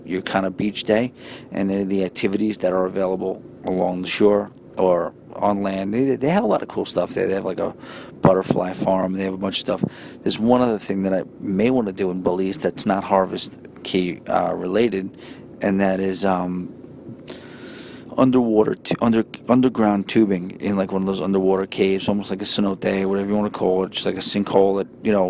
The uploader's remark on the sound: records a quick episode from the train